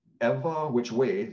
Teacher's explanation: Ewa Which Way, it's an iamb followed by a troche, right? So it's unstressed, mm-hmm.